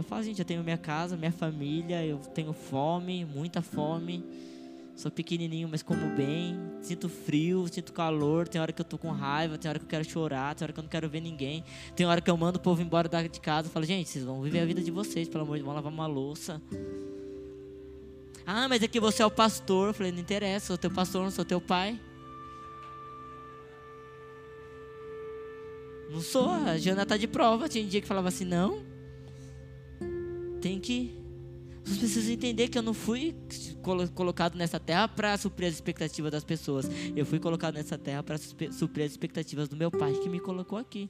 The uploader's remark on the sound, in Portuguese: Áudio do culto de Domingo do dia 11/12/2022.